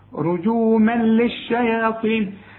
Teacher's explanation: ادغام كامل بدون غنة